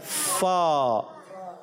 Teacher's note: फा ऊपर के दांत जब नीचे वाले होंठ से लगते हैं तो अदा आता है फा।